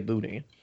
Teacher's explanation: By the way, you don't pronounce the N.